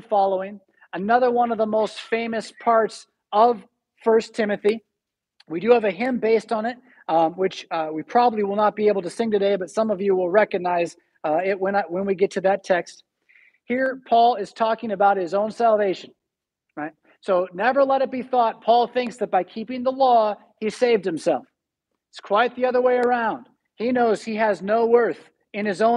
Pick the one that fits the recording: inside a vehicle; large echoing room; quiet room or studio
large echoing room